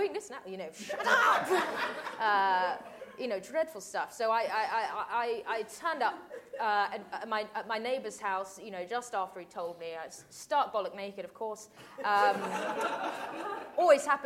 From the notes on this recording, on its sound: The guy whose basement where the Pod is recorded. Members of the wonderful audience too!